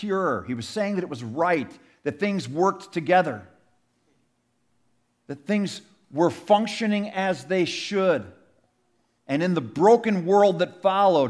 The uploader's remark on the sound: Sermon audio from our 2023 Easter Sunday service.